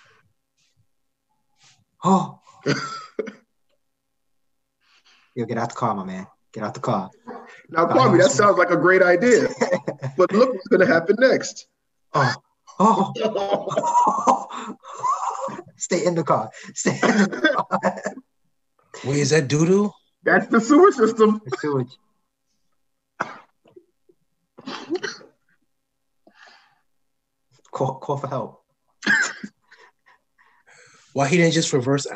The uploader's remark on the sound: Why was the episode so laggy? I blame twitch. The episode was streamed live on twitch and about 40 minutes of podcast was lost. I apologize in advance for the random ending.